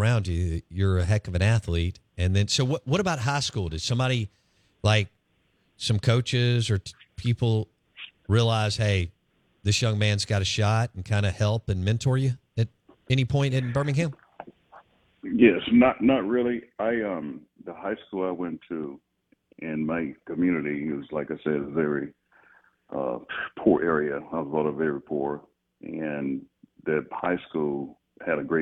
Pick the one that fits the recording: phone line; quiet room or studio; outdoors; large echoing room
phone line